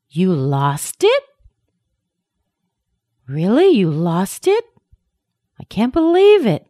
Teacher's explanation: this is a pitch that goes way up, and we use it to show some kind of emotion. It could be surprise, it could be excitement, it could even be anger. · Term: a fourth pitch